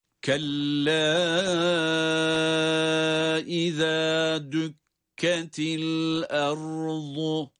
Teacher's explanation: Kella derken uzatma harfi ve uzatma durumundan sonra başka bir kelimenin başında hemze geldiği için ayrı kelimelerde olması itibariyle meddi munfasıl olarak okuyoruz. Tabii ki kella uzatılarak, dört elif miktarı kadar uzatılarak okunmalı